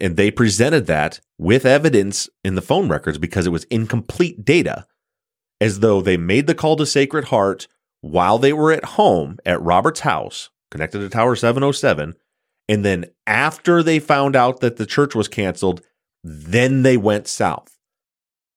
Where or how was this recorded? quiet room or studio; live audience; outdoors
quiet room or studio